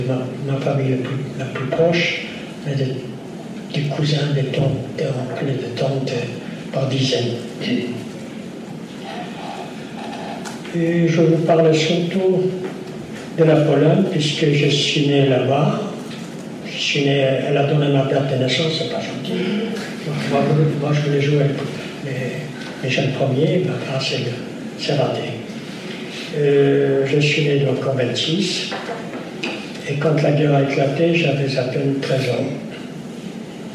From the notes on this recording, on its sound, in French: Raconte, lors de cette conférence, son histoire.